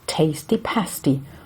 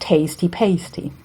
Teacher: Übrigens wird das A in Pasty, sofern nicht das Adjektiv gemeint ist, nicht diphthongiert · Shown in: first take